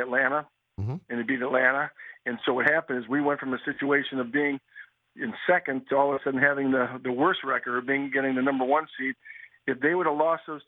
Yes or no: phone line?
yes